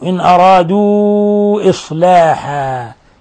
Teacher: مد منفصل يمد من 4 إلى 5 حركات